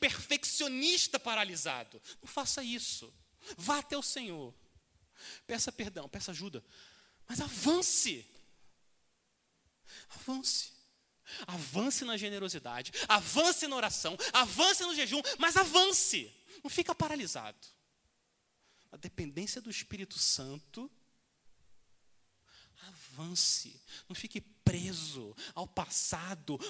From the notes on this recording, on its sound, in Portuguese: Mensagem gravada na Igreja Batista Jardim Minesota